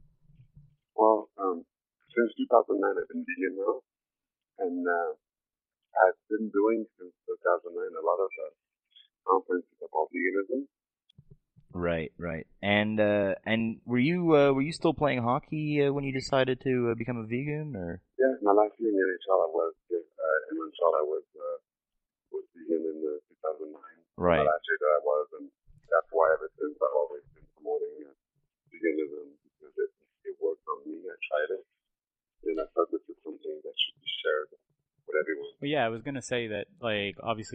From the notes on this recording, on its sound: we kick this episode off with a brief phone interview